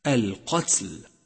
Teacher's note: فالقاف مفخمة والتاء مرققة ومهموسة